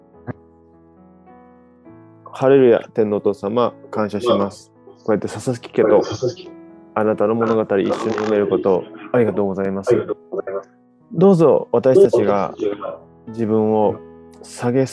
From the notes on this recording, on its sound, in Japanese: すこし、音声は悪いかもしれませんが